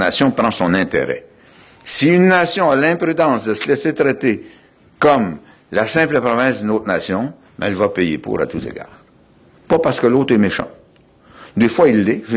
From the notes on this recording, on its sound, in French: Il a prononcé cette conférence devant plus de 400 personnes. Organisateur : Collège de Maisonneuve.